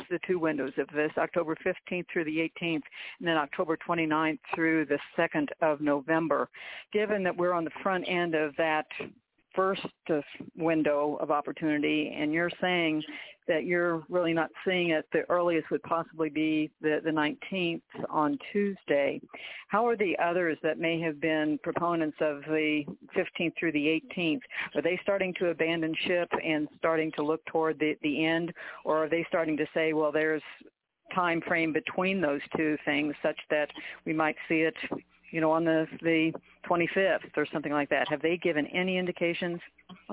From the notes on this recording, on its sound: TNTSuperfantastic Conference Call.